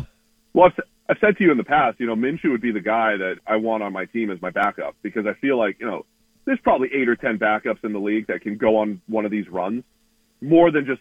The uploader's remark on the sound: Joins the show on the Farm Bureau guest line talking about the rest of the NFL season live in the BankPlus Studio.